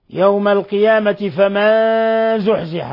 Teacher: نون ساكنة جاء بعدها الزاي إخفاء حقيقي